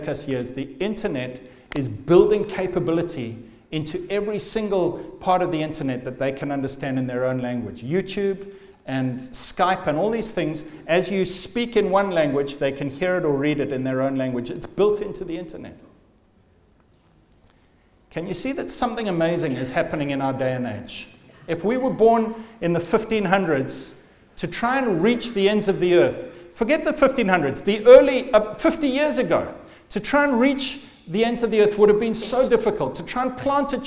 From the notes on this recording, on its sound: The first night of the Leading Lights Network Conference 2015.